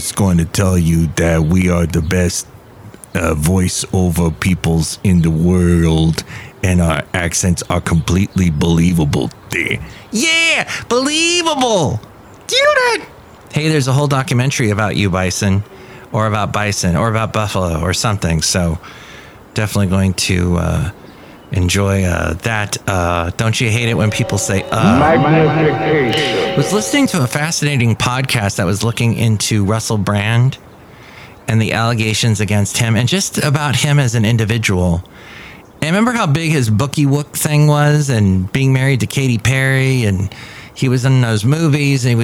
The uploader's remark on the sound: podcasts live from Café Anyway